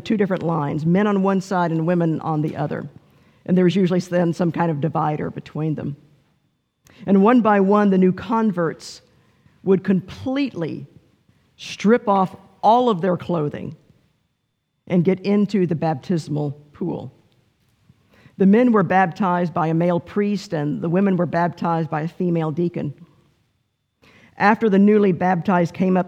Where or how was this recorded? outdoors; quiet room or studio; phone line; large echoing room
large echoing room